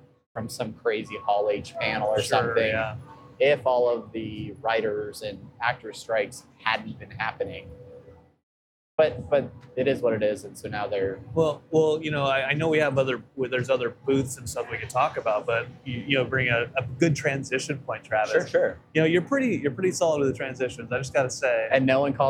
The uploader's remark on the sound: SDCC On-Location. We were in San Diego for Comic Con, we set up a camera and some mics and holy hell we were there doing things!